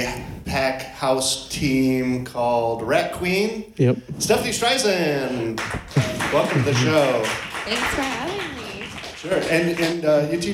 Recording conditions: live audience